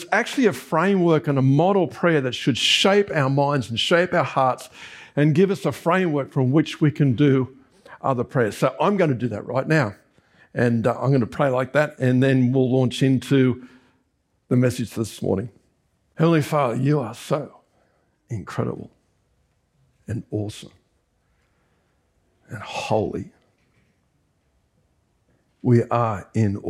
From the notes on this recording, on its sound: This was recorded during our Sunday AM service on 17th September 2023